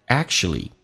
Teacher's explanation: u 可以发成 a, ch 发成 sh,同时在美式发音那个 k 是不用发音的